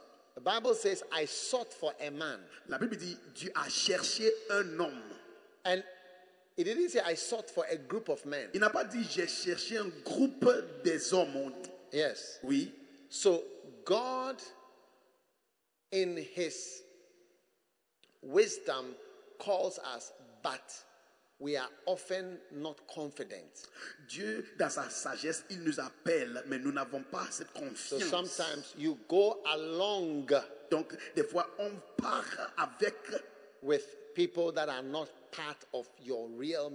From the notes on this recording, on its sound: Preached at The Spirit Entered Into Me Conference, from 2nd November to 5th November, 2021 at The Qodesh, Accra-Ghana.